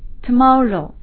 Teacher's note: 接下来我们看下面一个单词 today，today，今天。那么提到今天，我们不可以把昨天和明天抛在脑后啊，不去管它。首先我们来看一下昨天的说法 yesterday，yesterday， y e s t e r d ay，yesterday。那么明天 tomorrow，Tomorrow，那么注意 OW 结尾啊，它发的是 O 的音，也是一个双元音 O